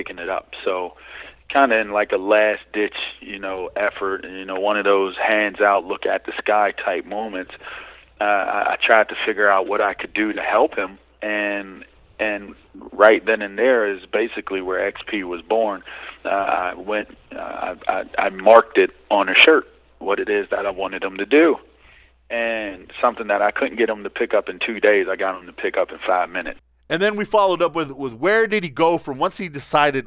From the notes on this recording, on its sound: calls in with a truly unique interview